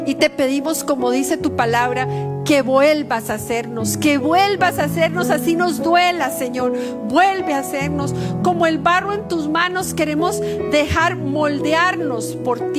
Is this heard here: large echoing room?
yes